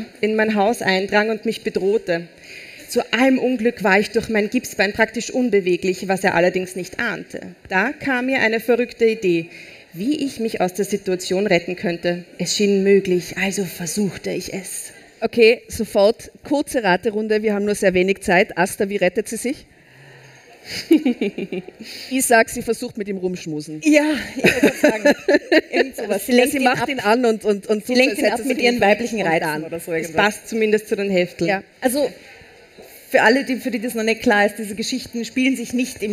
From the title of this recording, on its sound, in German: Live-Special vom Ö3-Podcastfestival